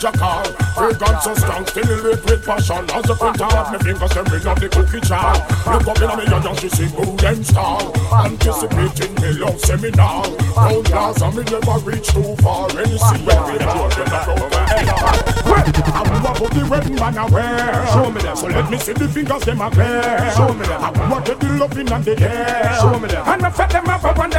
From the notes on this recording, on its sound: LIVE AUDIO. LIVE AT ISLAND SATURDAYS ON JUNE 17TH.